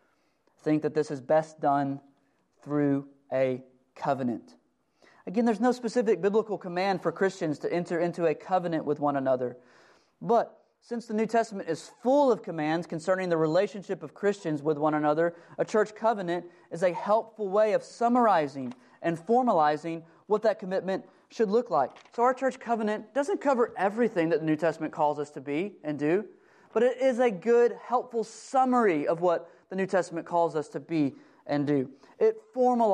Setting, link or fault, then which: setting, large echoing room